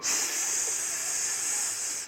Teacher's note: If you could, you can say s, and there's nothing happening here, right? All the noise is coming from the turbulence made by the narrowing of the airway between my tongue and the back of my teeth.